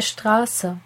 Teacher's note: Das stimmlose S klingt scharf, zischend wie das Zischen einer Schlange. · IPA: [s]